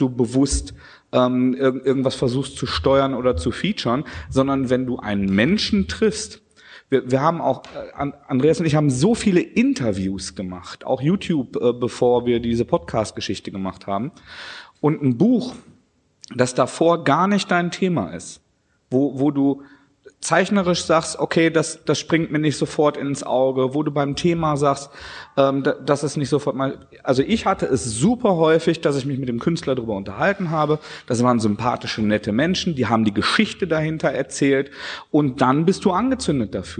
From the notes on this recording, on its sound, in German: unsere erste Live-Folge